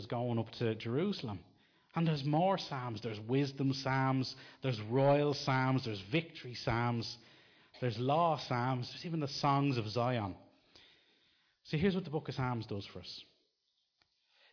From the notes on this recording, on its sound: Recorded live in Liberty Church in 2019